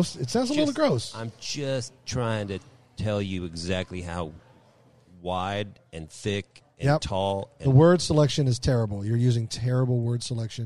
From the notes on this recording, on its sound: live from North Hills Country Club in Westlake Village, California.